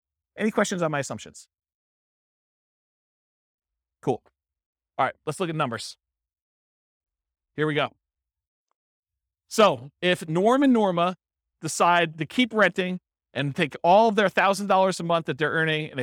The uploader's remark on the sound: This was a live class recorded